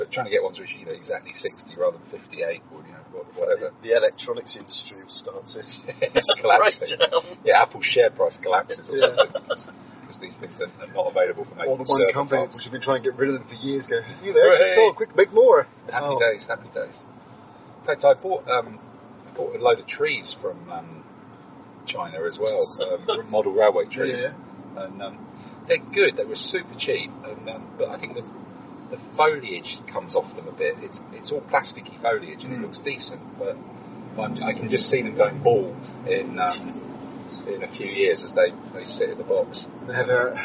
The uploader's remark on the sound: This episode was recorded quite literally on the road, using an iPhone 5 microphone - the audio is still pretty decent though, so don't be afraid!